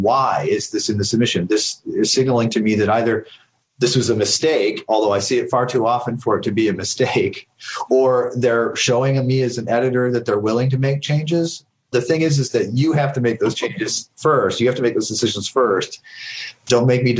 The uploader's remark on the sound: Answering questions from the live cohort who came to our call attended by writers in the Lit Mag Love course. This call happened in the first year of the pandemic.